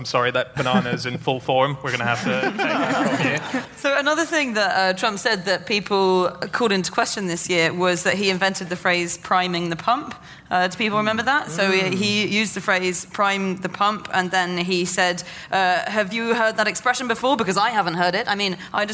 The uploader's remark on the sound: Live from the Cheltenham Literature Festival